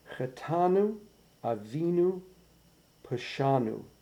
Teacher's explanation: The first syllables of those words should be very soft. The second syllables should be, just have a little bit more pressure on them, a little tiny bit of weight.